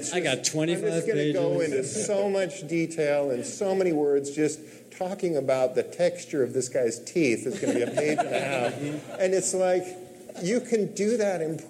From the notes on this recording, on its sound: Live from San Francisco!